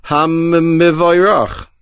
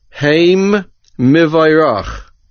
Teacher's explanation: According to this shita, the word is read ham mevoyroch, doubling and strengthening the mem, implementing the din of dagesh chazak · Shown in: first take